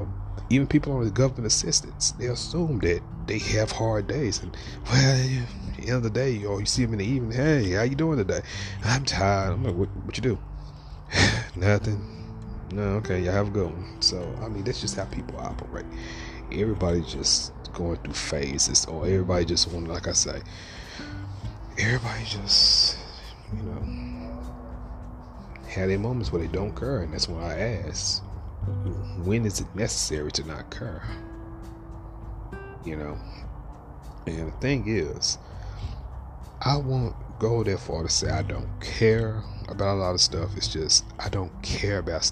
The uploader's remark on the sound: In the episode we're coming live from under a night sky.